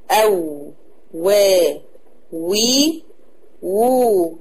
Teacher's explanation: يبقى الواو بتخرج من الشفتين باستدارتهما او بانضمامهما، وبيبقى في فرجة بين الشفايف وهي ايه؟ مستديرة كده او مضمومة، ما بتبقاش مغلقة عشان تسمح بمرور الصوت.